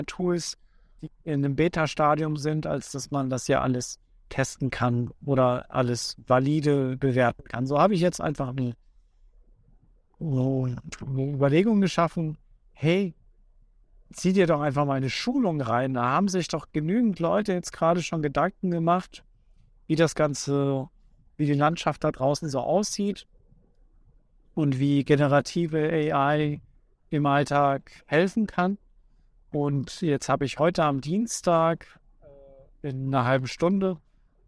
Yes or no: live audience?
no